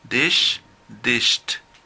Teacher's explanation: sh, es unvoiced. No se utiliza tu voz, sino solamente aire.